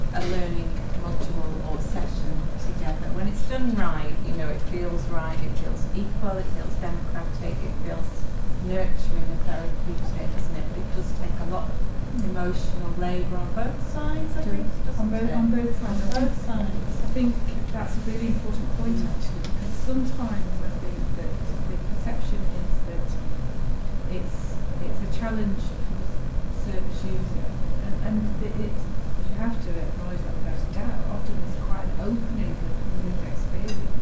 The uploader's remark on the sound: The Northern Mental Health Nursing Qualitative Research Forum meets three times a year. The following session was recorded at their fourth event on Friday 17 November 2023.